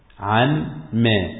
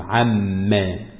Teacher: تبدأ السورة بسؤال، عما يتساءلون، عما يعني عن ما، عن ما، وأدغمت النون في الميم · Shown in: second take · عما، تمام؟ وعما يعني عن أي شيء يتساءلون، يعني يسأل بعضهم بعضا.